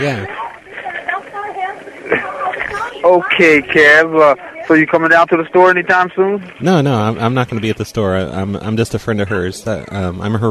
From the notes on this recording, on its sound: Prank Phone Calls